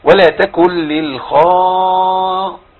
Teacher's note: الخاء هنا مفخمه والالف مفخم تبعا للخاء، لان احنا اتفقنا ان الالف يتبع ما قبل.